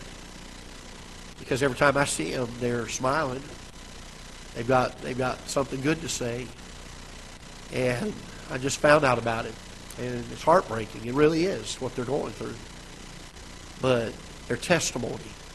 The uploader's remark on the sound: Ketha Heights Baptist Church ~ Live Broadcast